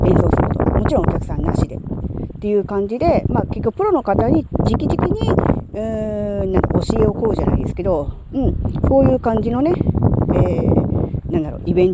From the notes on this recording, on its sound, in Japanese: 屋外で収録しました。風が強かったため、雑音多めですみません。